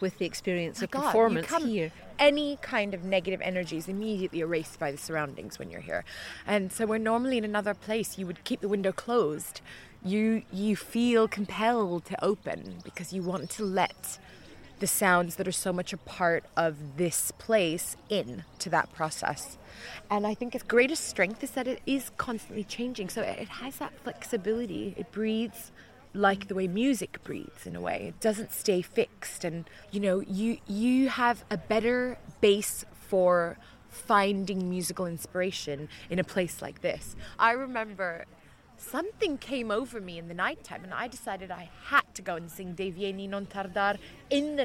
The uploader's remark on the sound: The Gardens at Glyndebourne. As the audience begins to arrive for the evening performance.